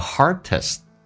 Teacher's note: Hardest 的 D, T 不发音